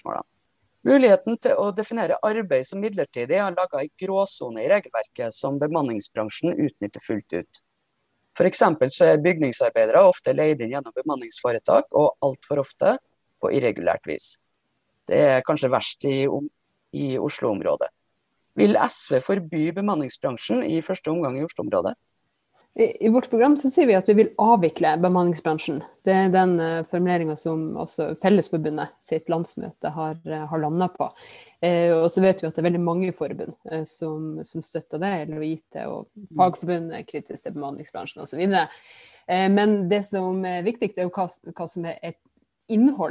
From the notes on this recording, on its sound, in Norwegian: Denne podepisodem blei tatt opp på Zoom.